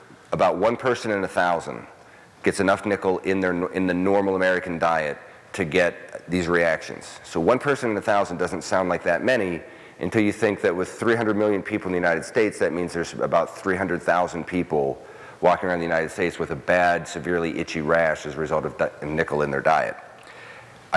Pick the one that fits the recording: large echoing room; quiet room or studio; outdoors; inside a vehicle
large echoing room